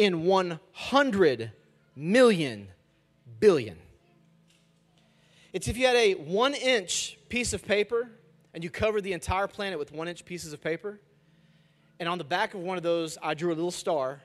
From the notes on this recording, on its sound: Message audio from our weekend services.